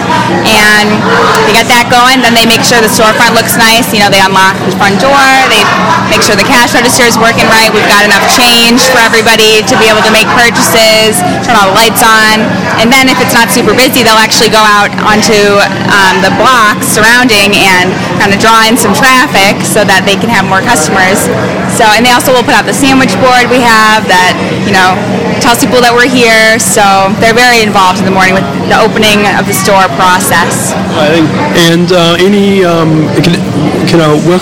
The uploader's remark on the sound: LIVE From Transition Perks Coffeehouse. Podcasting live from LTHS' Transition Perks Coffeehouse.